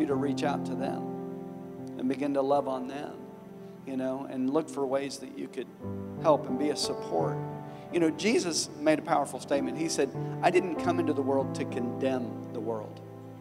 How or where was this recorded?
large echoing room